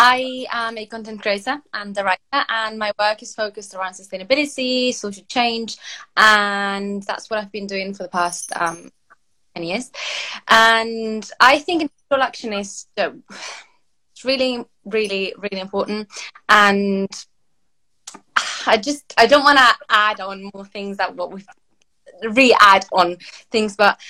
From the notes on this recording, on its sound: This Talk is part of an Instagram Live Series that Napapijri hosted